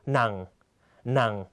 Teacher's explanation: เสียงจะต่ำและตกลงในตอนท้ายนะครับ · เสียงหนังนะครับจะคล้ายกับเสียงเอกแต่เสียงหนักกว่านะครับและหยุดในตอนท้ายทันทีนะครับ · Term: วรรณยุกต์หนัง